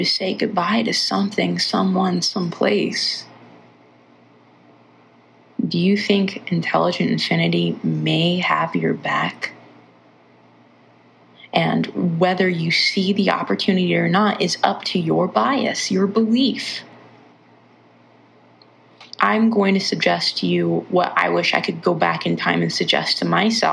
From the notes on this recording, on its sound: Recorded on my phone for the first time, and will be unpacking the mic for next week.